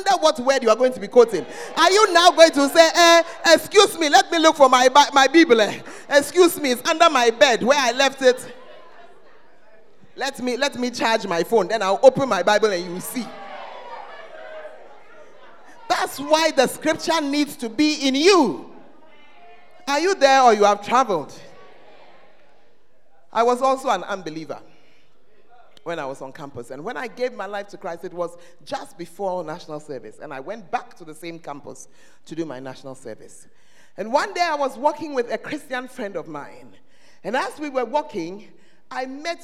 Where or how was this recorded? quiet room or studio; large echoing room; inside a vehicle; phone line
large echoing room